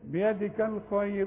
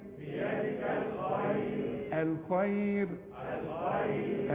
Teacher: عند الوقف ترقق دائما وابدا مدام قبلها ياء